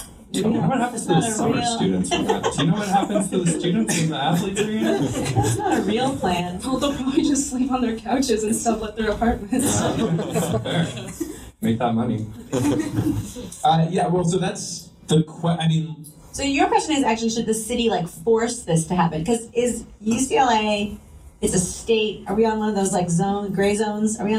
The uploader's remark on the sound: BIG QUESTIONS: LIVE AT UCLA. LA Podcast does its first live show at UCLA's Lewis Center! The audio is not great! The audience brings the heat with some Big Questions!